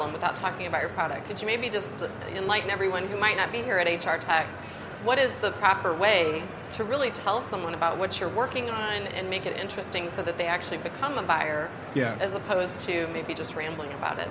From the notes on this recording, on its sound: HR Happy Hour - LIVE from the 2023 HR Technology Conference. Join us LIVE from the HR Technology Conference in Las Vegas!